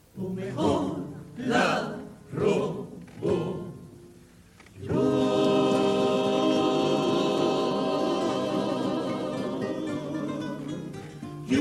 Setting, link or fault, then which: setting, live audience